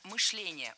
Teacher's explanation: Мышление неверно. Правильно, мышление. Ударяем второй слог. Кстати, раньше допускалась двойная норма ударения в этом слове.